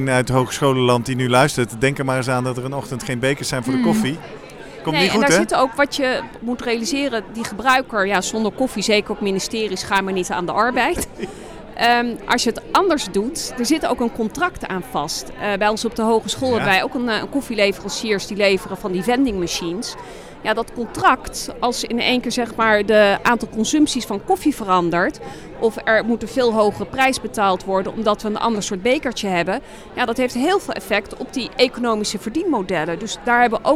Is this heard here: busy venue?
yes